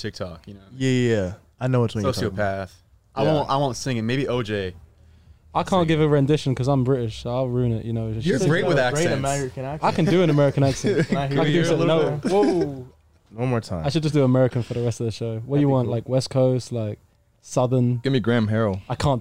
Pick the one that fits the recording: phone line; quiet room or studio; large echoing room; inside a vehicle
inside a vehicle